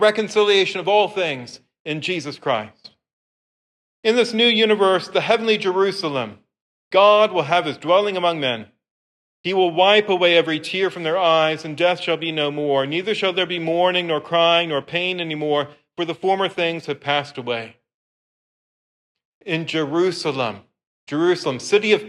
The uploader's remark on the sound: This lecture was given on July 17th, 2023, at St. Peter's Church on Capitol Hill.